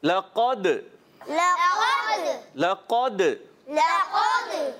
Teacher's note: لام کو باریک رکھنا ہے، حرکات کو بغیر کھینچے